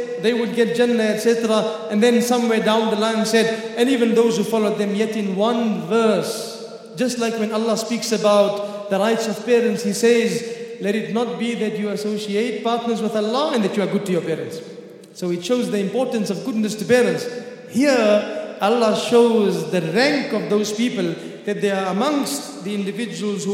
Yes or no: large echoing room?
yes